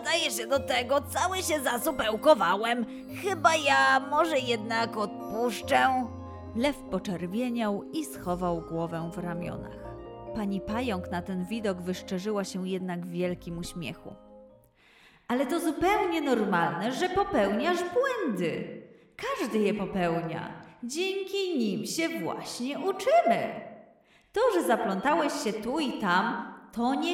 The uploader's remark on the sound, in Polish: Występ przed publicznością